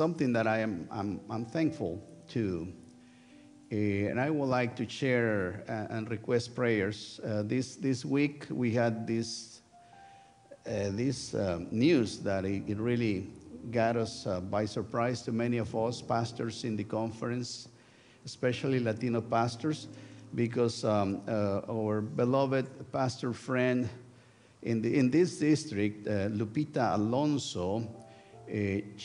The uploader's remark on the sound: Sunday worship service of First United Methodist Church of Pacoima, recorded live on July 30, 2023. We are located at 12550 Van Nuys Blvd.